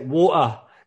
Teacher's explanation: I might even just drop the T altogether.